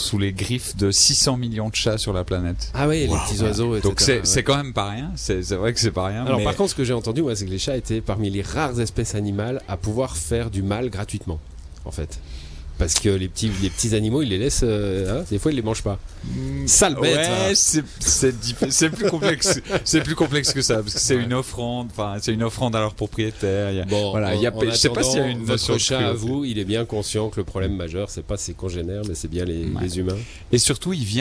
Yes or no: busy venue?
yes